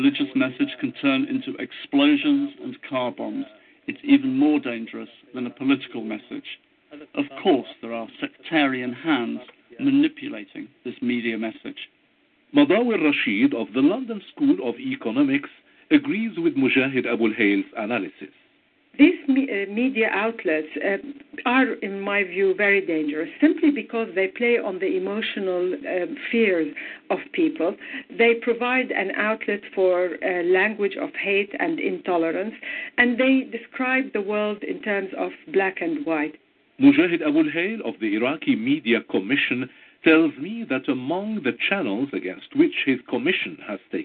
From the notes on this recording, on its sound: News and your phone calls tonight "LIVE".